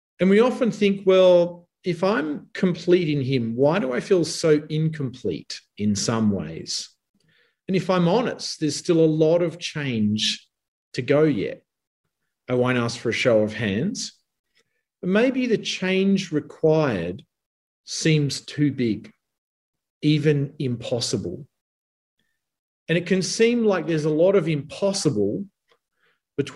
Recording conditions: video call